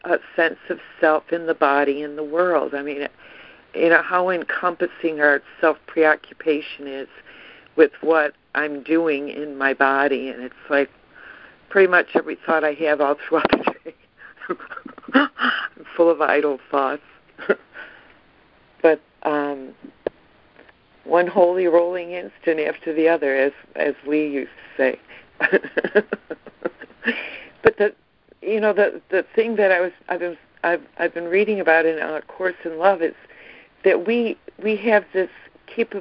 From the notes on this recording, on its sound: ACIM Daily Conference Call